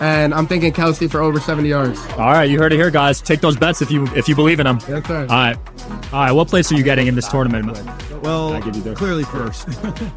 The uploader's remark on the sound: Celebrity Poker Tournament Live Interviews. First time doing live event interviews. Shoutout to the Celebrity Poker Tour and PokerGo Studios for having me.